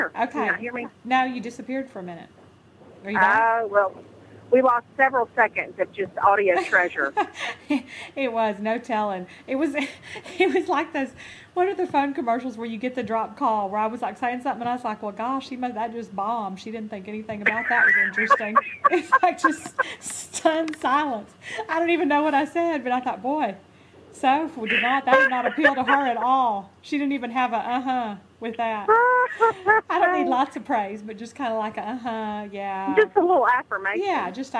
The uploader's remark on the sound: Coming to you live from Texas and somewhere on I-65. On a cell phone and sounds like she's participating in a really sub-par radio remote.